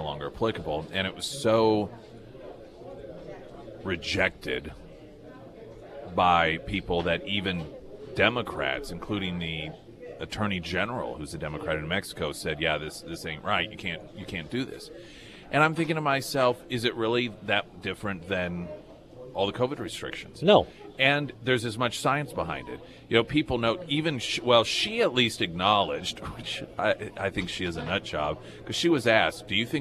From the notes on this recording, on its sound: live at Scramblers Diner.